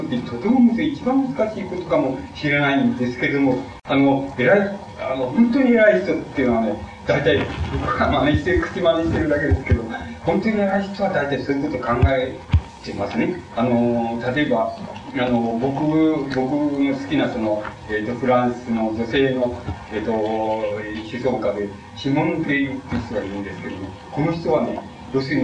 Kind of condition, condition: fault, background noise